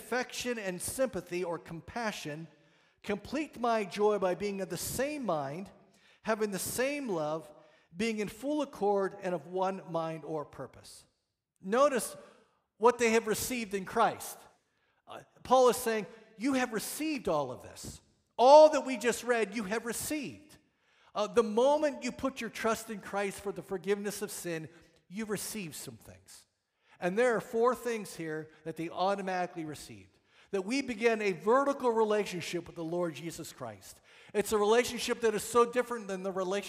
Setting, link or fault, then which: setting, large echoing room